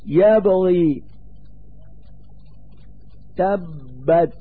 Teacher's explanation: يظهر جهر الباء في حال السكون أكثر مما يظهر في حال تحركها، وذلك بسبب اتصافها بصفة القلقلة